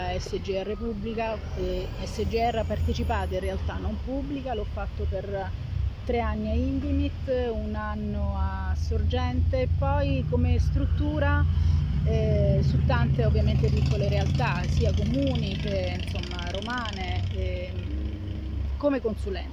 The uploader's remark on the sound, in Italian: In mezzo ai rumori della città! Da una panchina di Monte Sacro in una piazzetta purtroppo solo apparentemente tranquilla. Che purtroppo proprio oggi si sono fatte sentire più del solito.